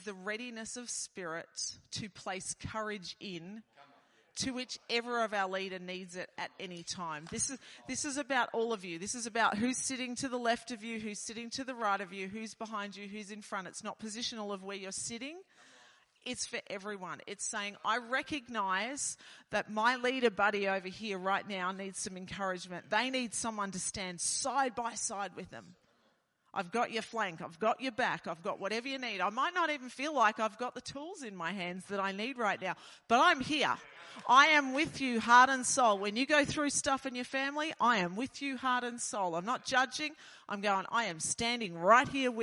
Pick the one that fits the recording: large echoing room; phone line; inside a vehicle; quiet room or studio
large echoing room